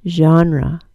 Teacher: The word genre is interesting because it's the only word in English that begins with a Z-H sound, zh. Then the vowel of the first syllable is a short O, and the word ends in schwa